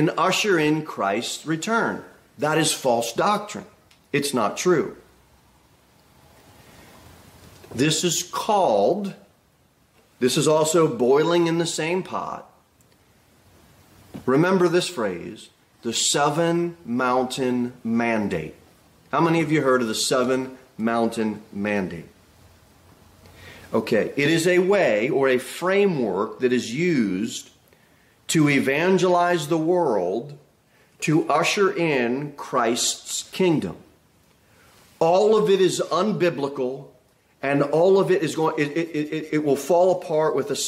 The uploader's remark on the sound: Sermon delivered at Pilgrim Baptist Church on Sunday, November 26, 2023, at 2:15 pm. Jere Whitson Rd.